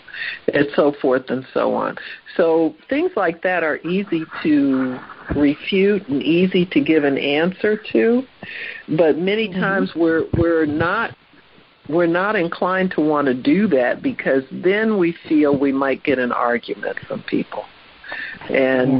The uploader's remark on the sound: HEALING TEACHING CONFERENCE CALL.